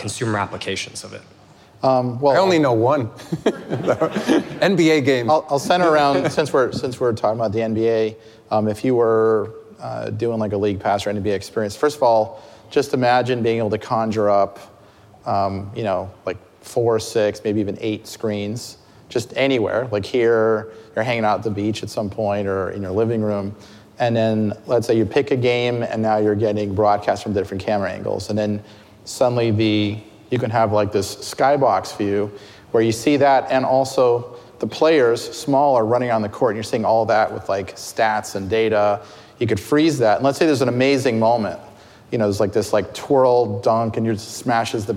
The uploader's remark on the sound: Live at Code Media 2018